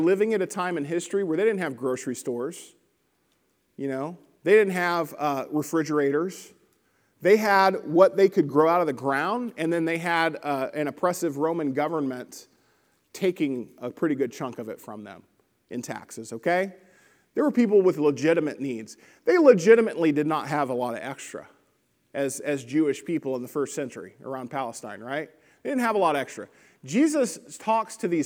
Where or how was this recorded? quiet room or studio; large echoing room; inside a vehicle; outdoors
large echoing room